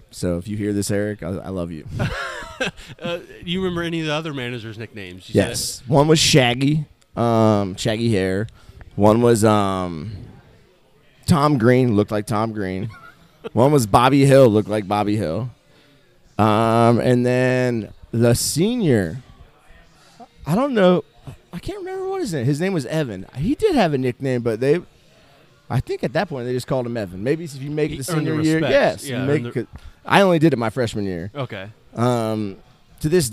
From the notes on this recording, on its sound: on location at DogBerry Brewing in West Chester